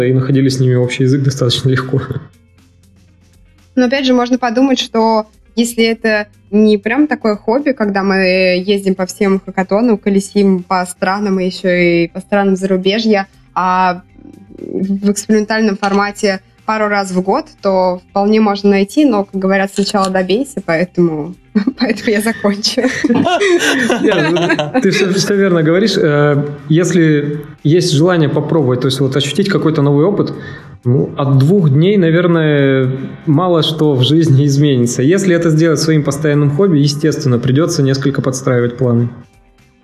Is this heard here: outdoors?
no